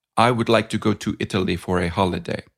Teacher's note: in Italian and an Italian-speaking English, every one of those syllables would tend to have equal weight. So an Italian would say something more like, I would like to go to Italy for a holiday.